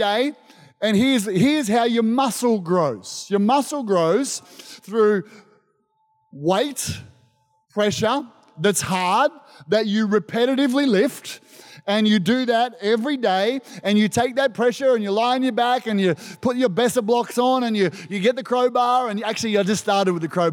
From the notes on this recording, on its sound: This was recorded in our 9am service on the 10th of July, 2022